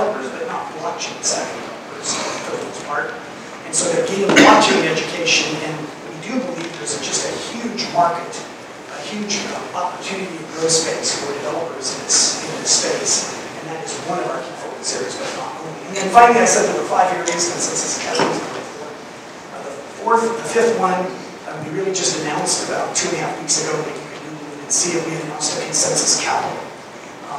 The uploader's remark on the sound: Fireside Chat at Denver Startup Week